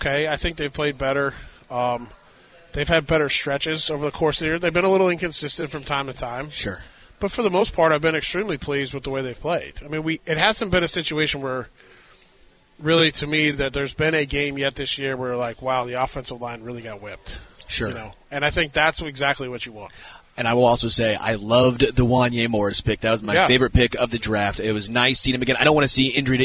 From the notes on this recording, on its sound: LIVE from Hollywood Casino!